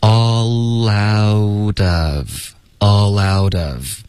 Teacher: 然后 out 跟 of 也要连读，同时浊化